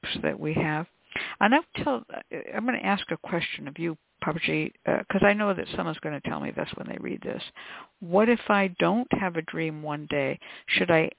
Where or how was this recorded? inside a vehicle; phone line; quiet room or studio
phone line